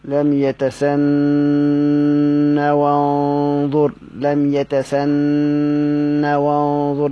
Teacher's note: وقرأ يتسنه بحذف الهاء وصلا وإثباتها وقفا · Term: هاء سكت